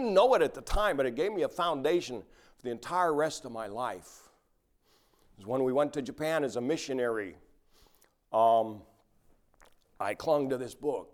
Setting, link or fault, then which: setting, large echoing room